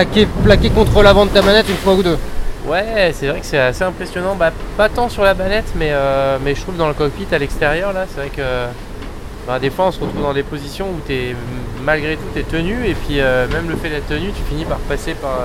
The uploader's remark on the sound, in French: À bord du Maxi Edmond de Rothschild. Les mots saisis au vol à l’intérieur du cockpit, tout comme les bruits captés sur le pont dans le vif de cette navigation extrême.